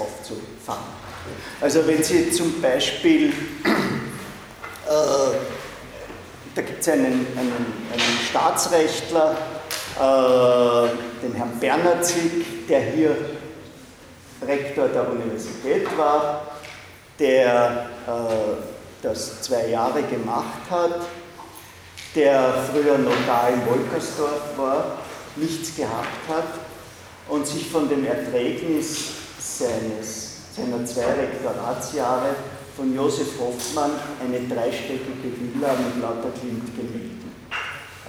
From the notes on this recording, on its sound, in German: Diese Vorlesung wurde von Studierenden aufgenommen